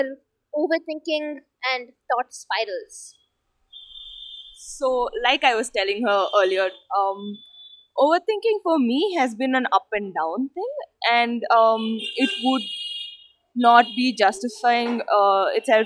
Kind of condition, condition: fault, background noise